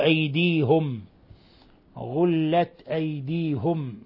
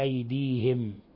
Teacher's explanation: قرأها يعقوب أيديهم، غلت أيديهم بضم الهاء · Shown in: first take